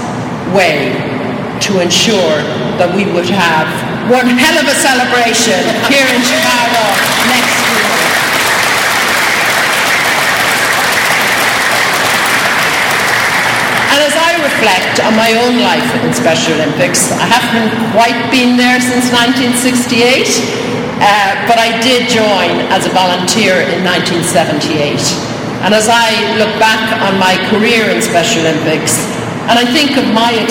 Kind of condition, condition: setting, busy venue